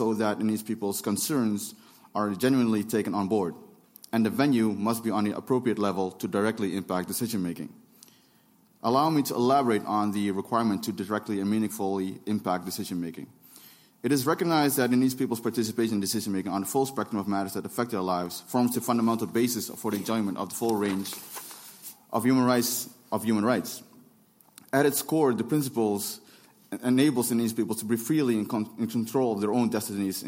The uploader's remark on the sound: This presentation was recorded at the UNFCCC in Bonn at the first activity of the Local Communities and Indigenous Peoples Platform.